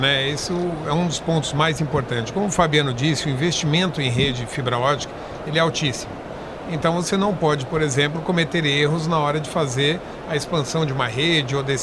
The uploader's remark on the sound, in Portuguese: Em entrevista gravada no Futurecom.